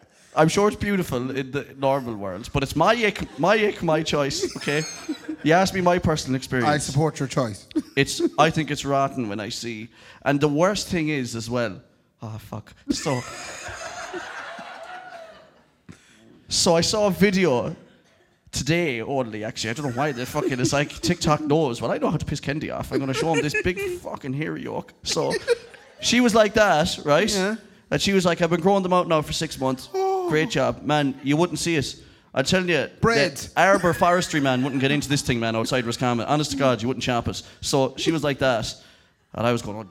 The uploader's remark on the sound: live at Anderson’s